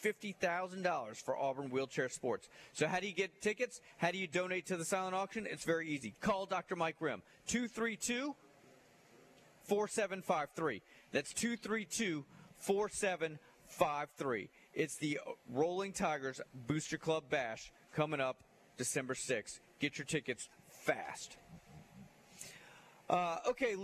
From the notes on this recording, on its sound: LIVE at Wingfingers!